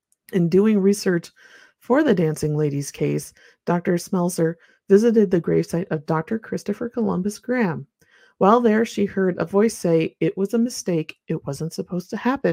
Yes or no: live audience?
no